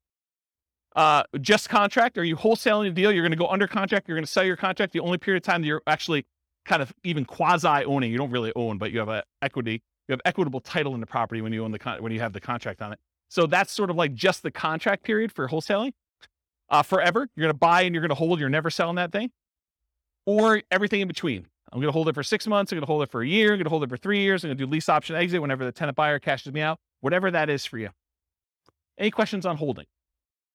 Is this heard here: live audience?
yes